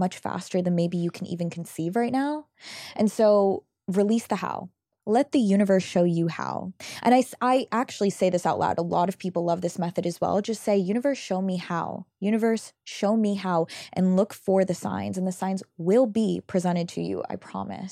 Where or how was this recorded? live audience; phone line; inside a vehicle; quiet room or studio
quiet room or studio